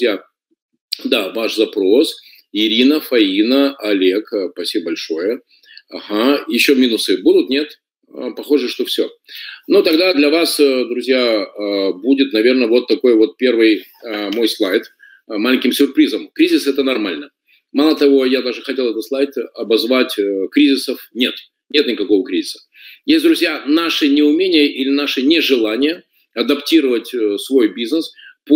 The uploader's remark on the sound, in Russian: Запись вебинара